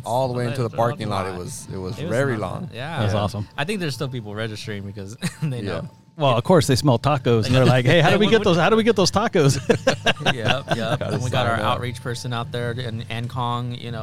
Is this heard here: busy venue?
yes